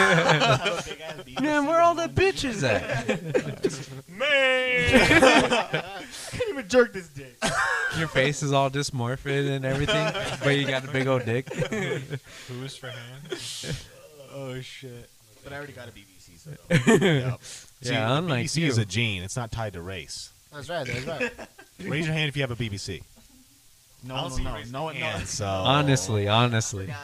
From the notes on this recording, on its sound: constantly remind each other to speak into the mic